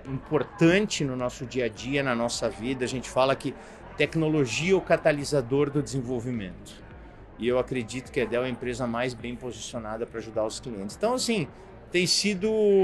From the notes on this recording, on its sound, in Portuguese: Gravada durante o Dell Technologies World. Gravada durante o Dell Technologies World.